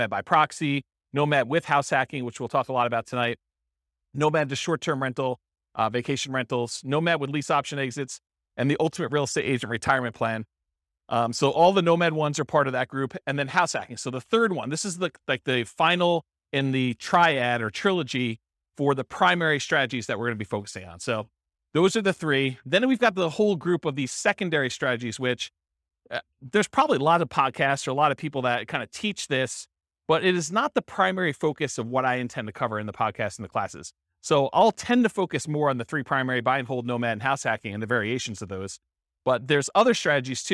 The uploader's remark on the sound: This was a live class recorded.